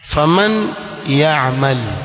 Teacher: Inapokuja nun asakina katika neno la mwanzo ikawa ndiyo herufi ya mwisho, kisha ya mutaharrika ikawa ndiyo herufi ya mwanzo katika neno linalofuata, katika hali kama hii ile nun itamizwa kwenye ya, ingawa si kikamilifu kutabakia ghunna · Term: al-idgham bighunna